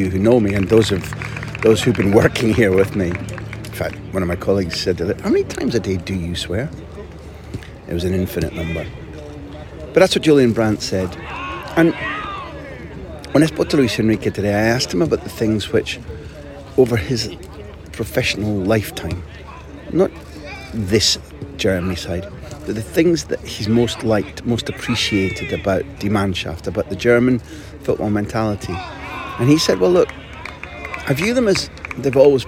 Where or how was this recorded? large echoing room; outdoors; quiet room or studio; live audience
outdoors